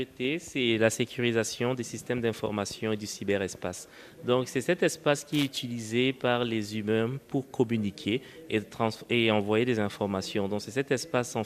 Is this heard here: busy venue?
yes